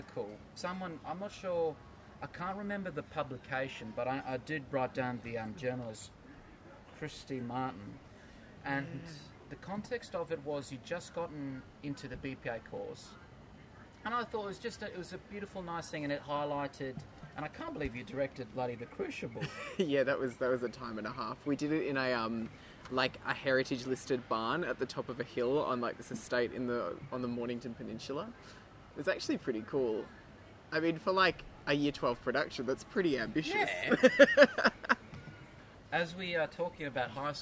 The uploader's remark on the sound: In this special outdoor edition.